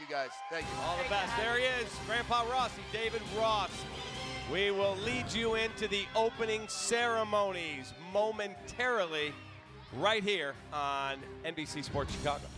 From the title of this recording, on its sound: Live at the 2018 Cubs Convention